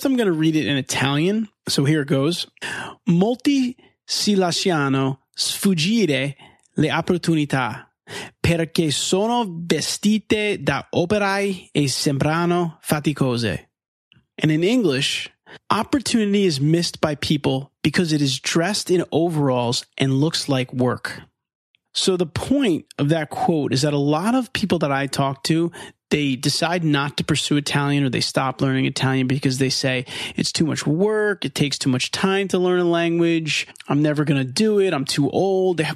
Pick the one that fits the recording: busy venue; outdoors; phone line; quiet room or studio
quiet room or studio